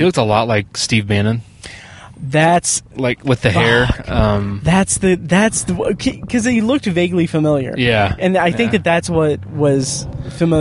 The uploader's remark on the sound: Review Long Shot in my car after a screening.